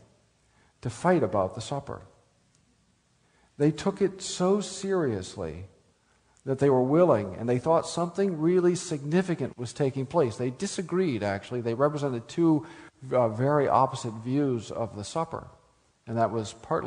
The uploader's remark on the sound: speaks at the Spring Theology Conference of the Reformation Society of Oregon (May 2009)